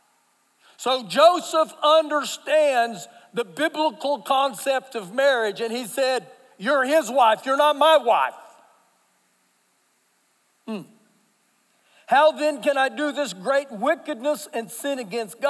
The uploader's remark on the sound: Recorded live during our Sunday Morning service